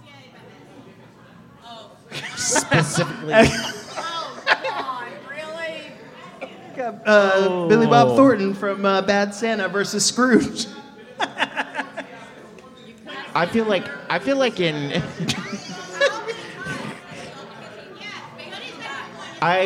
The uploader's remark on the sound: Live From Oak Road Brewery. Midnight Terrors went back to our favorite brewery, Oak Road Brewery, to do another live podcast event! We recorded two episodes in front our friends, family, and a great crowd of people at Oak Road! We teamed up with our audience.